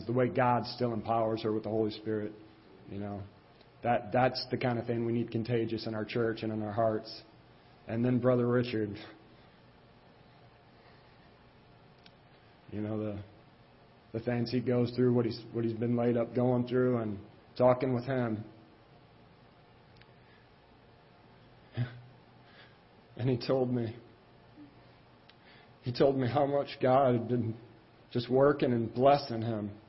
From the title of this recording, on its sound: Ketha Heights Baptist Church ~ Live Broadcast